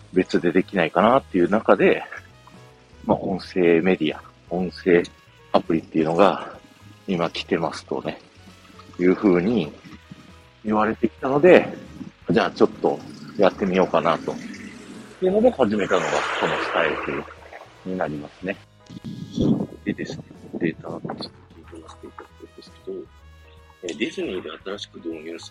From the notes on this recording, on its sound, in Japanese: 駅に向かってる最中に録ったので音質悪いです